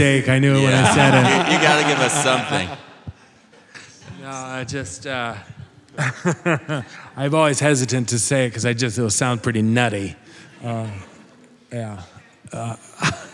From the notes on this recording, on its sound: Recorded live at the Murmrr Theater in Brooklyn, NY. Studio audience jumps in on the action with their burning questions.